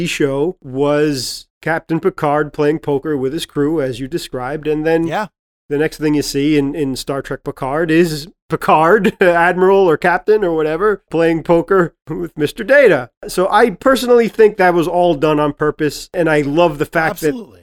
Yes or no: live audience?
no